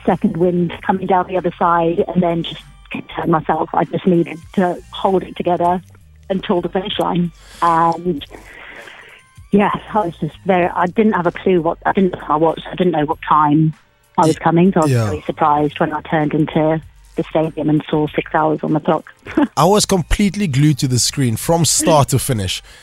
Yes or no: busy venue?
no